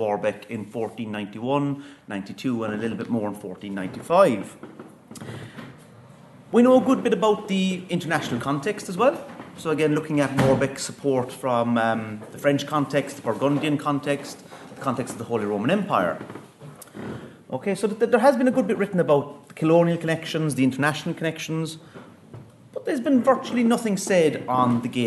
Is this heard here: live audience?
yes